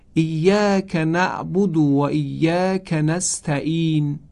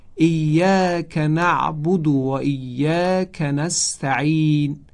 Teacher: مثلا به این صورت تلفظ کنه ایاک نعبد و ایاک نستعین، این صحیح نیست، بلکه اون گونه که ما عرض کردیم باید تلفظ کنن، باید از وسط حلق به طوری که دیواره های حلق به هم نزدیک بشه، تنگ بشه و بعد حرف عین تلفظ بشه · Shown in: second take